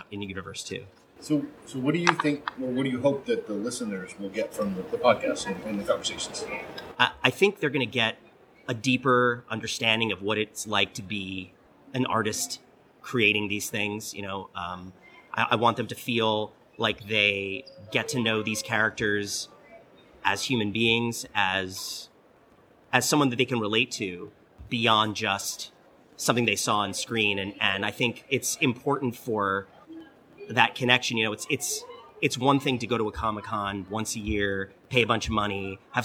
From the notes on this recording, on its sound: This latest episode was recorded last month while we were at LA Comic Con. This latest episode was recorded last month while we were at LA Comic Con. The folks there were able to connect us with this opportunity for an exclusive one-on-one interview.